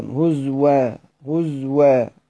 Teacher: بإبدال الهمزة واوا مفتوحة مع إسكان الزاي اتباعا للرسم · Term: اتباع الرسم